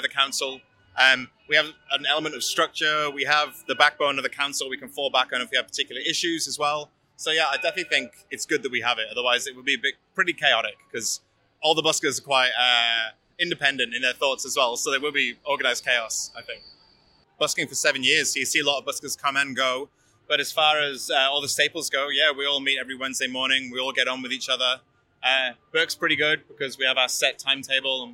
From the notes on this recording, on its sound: Interview recorded on April 16, 2022 (Bourke Street Mall, Melbourne Central Business District)